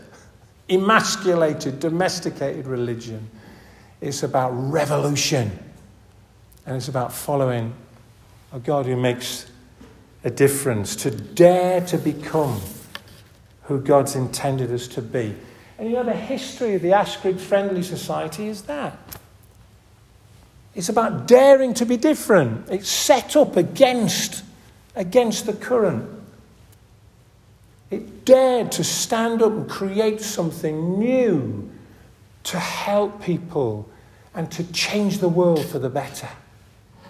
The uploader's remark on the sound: This audio recording was taken from the annual 'Askrigg Friendly Society' service at St. Oswald's Church in Askrigg, June 1st 2023.